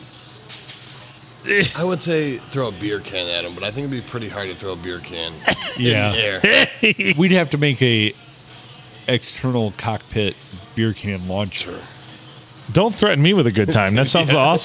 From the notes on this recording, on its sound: We record on a Sunday night at the Stumble Inn.